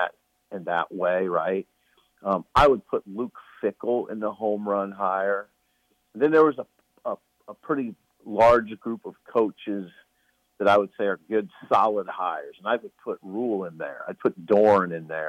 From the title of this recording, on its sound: is in Iowa City and calls